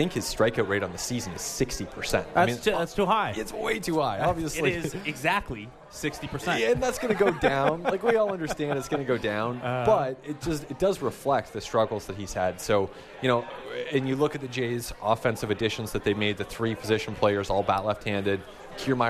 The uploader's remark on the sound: We are live from Rogers Centre, inside the Sportsnet Bar and Grill